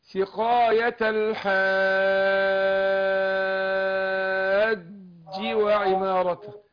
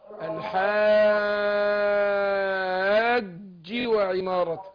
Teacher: أنا همد الألف ست حركات وبعدين أشدد الجيم